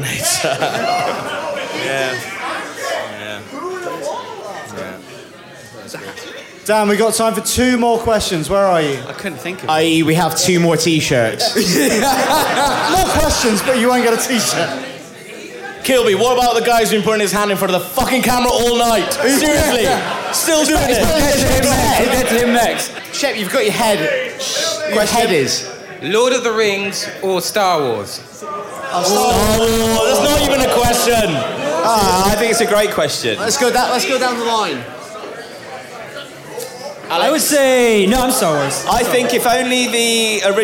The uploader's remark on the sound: Live From London